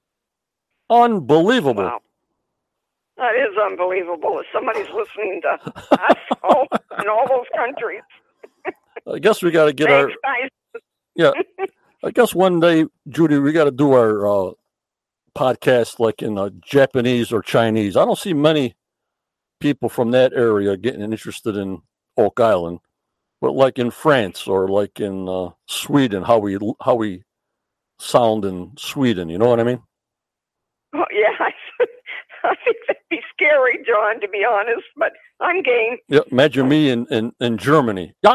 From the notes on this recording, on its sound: ON THE PHONE WITH HER SYNOPSIS.